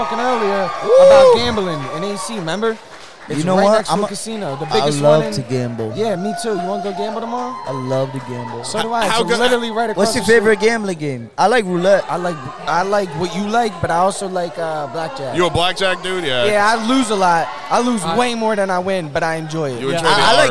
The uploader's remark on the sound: LIVE from Chafa Town in Philly. Took a trip to Philadelphia and recorded LIVE at Chafa Town! Chafa Town is an indie concert series.